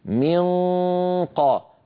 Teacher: من أقصى اللسان اللي هو مخرج القاف ينقفل تماما ويلامس الحنك اللحمي، فما بيعود في صوت يمر من هنا. · Term: إخفاء